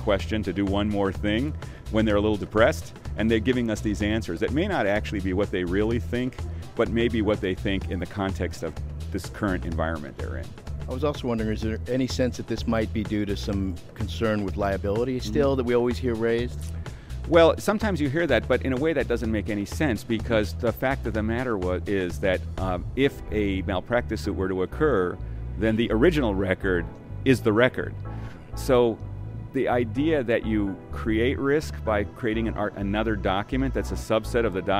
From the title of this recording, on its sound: LIVE from #HiMSS16